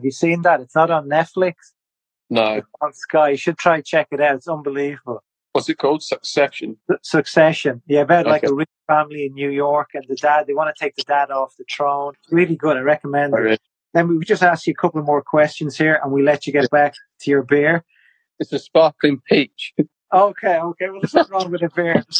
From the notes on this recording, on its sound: This recording was taken fro our Instagram live feature